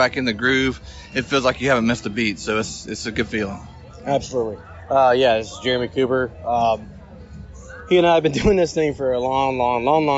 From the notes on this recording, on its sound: we bring you some of the sounds from campus during opening weekend